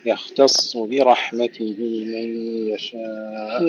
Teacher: حقق الحركات، ضم الصاد ثم كسر الباء · Term: تحقيق الحركات